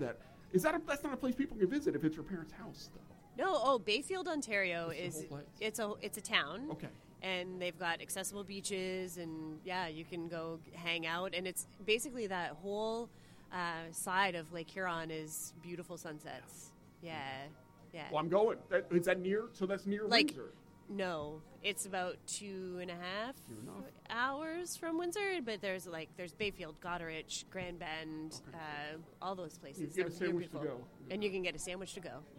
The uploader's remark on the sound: This week's episode is LIVE from the amazing Amsterdam Brewhouse on the Lake in Toronto, Ontario! This show was recorded as part of the International Association for Great Lakes Research 2023 annual conference.